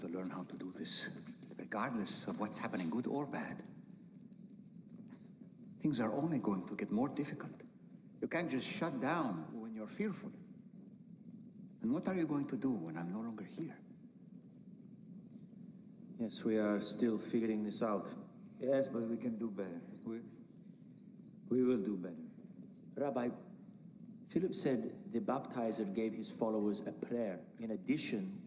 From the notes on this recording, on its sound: This was originally recorded at Palestine Church of Christ.